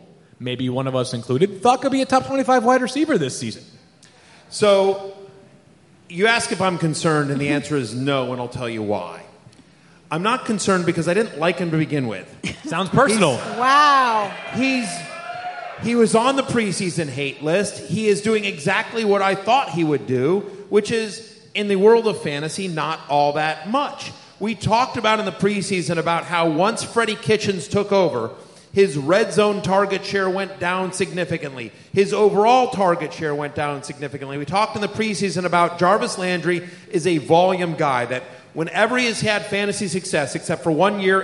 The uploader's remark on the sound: Live from Rams Head Live in Baltimore, MD